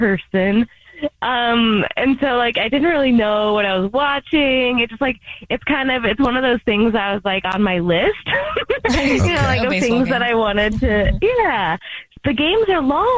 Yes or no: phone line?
yes